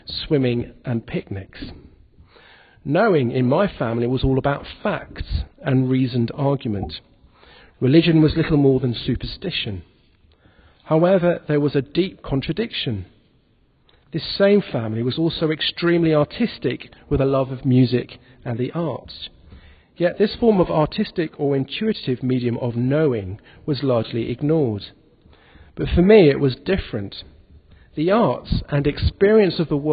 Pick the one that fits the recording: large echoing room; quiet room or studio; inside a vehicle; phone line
large echoing room